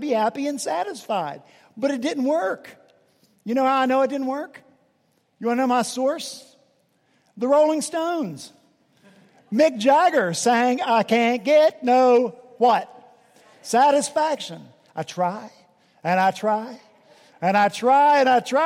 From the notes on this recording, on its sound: at Redeemer Presbyterian Church in Charleston, SC